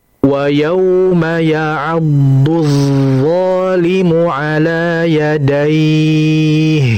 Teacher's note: Wa yauma itu ditahan dulu. Karena dhadnya itu sifatnya istitalah, apalagi di situ bertasydid, dia sifatnya rikhawah, mengalir. Maka dialirkan suara dan hurufnya.